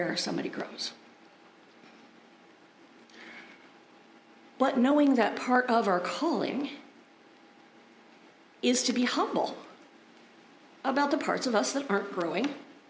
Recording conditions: large echoing room